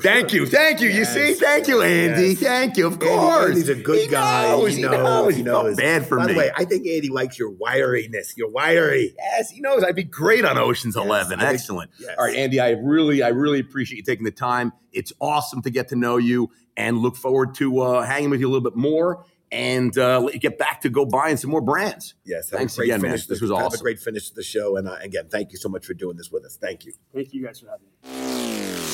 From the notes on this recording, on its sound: ON THE ROAD RFDC. On the road at the Restaurant, Finance and Development Conference in Las Vegas.